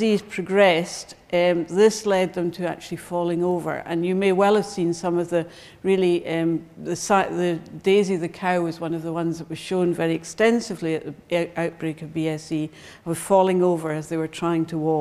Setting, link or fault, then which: setting, large echoing room